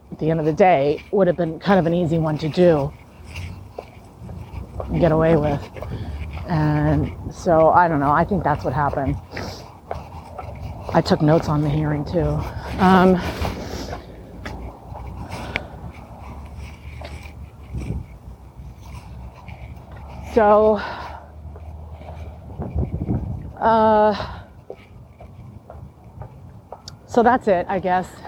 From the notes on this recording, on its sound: Apologies for the sound...I was outside walking. This is a rare time where the audio sounds better UNmagicmastered.